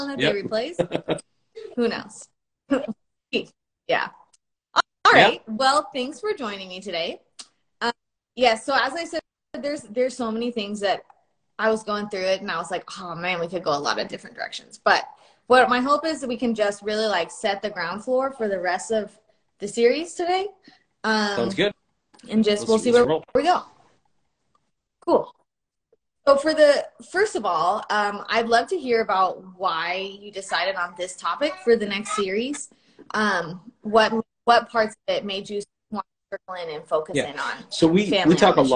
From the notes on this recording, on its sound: instagram live conversation